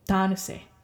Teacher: the first syllable gets the emphasis because it's the third last syllable